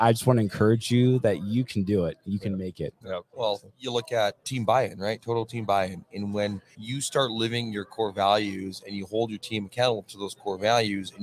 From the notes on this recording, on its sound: We are still live here in Las Vegas, NV for the Profit Rocket Summit.